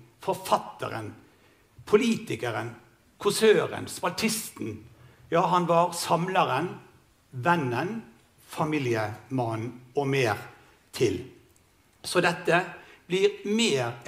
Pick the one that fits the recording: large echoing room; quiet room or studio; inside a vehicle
large echoing room